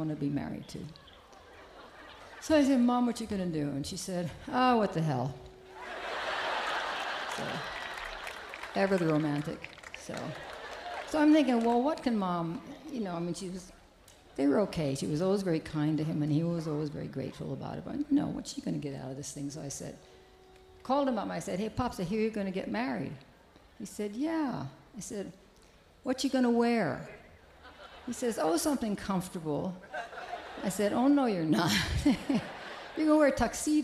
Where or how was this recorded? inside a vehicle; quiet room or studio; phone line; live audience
live audience